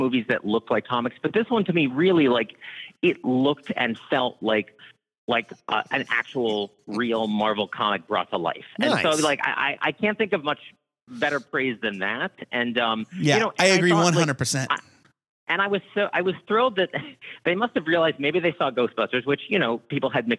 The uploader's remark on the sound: We open up the phone lines